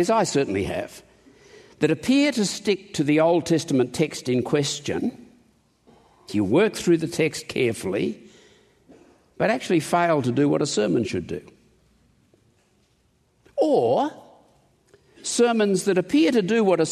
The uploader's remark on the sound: In this conference session